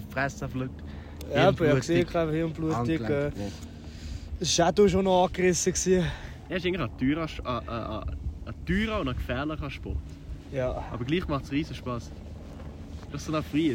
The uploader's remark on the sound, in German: In unserem Winter-Special haben wir die Folge nicht im Studio aufgenommen, sondern am Pistenrand in Zermatt.